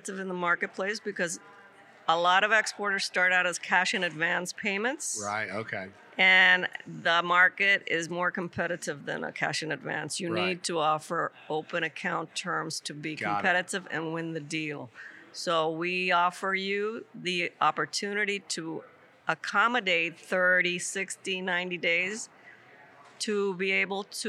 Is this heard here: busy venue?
yes